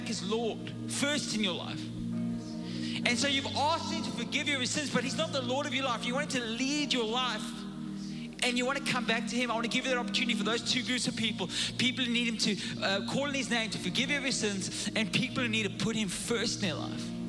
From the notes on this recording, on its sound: Recorded live.